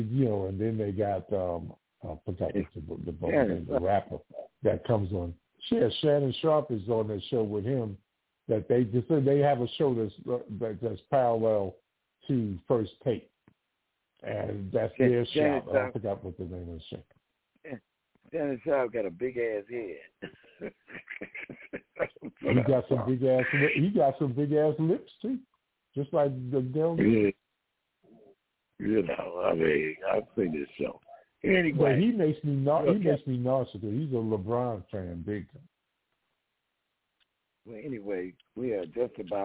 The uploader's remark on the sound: TALK RADIO TONIGHT! LIVE CALL.